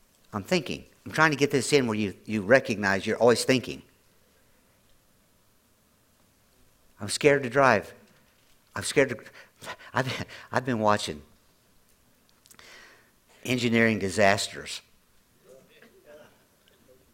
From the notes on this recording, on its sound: At Grace Church in Chester Illinois.